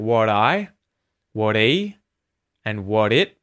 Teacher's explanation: we're turning the T at the end of the word what into a T flap when we link to another word that's starting with a vowel sound.